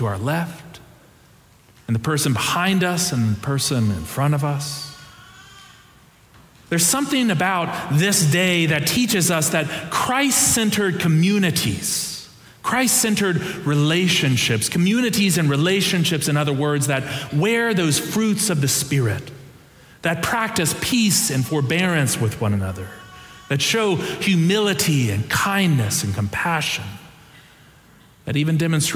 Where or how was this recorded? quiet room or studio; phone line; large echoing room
large echoing room